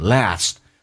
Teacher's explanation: 美式发音发哎，嘴角打开夸张一点